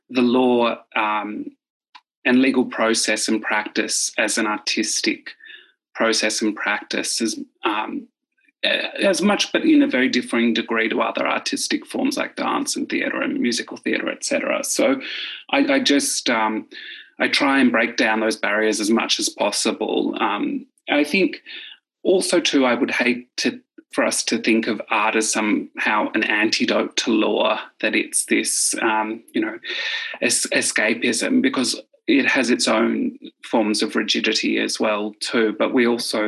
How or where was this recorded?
video call